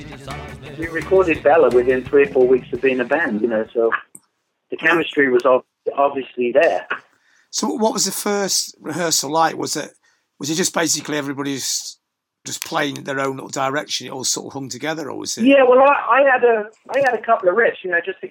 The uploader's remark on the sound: talks on the phone